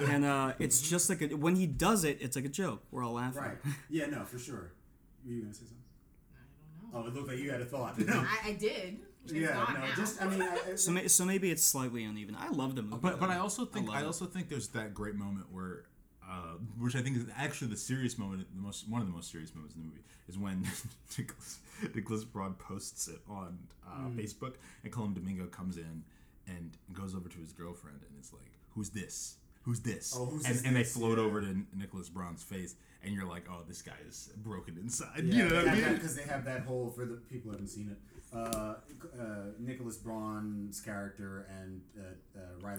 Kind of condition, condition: fault, poor microphone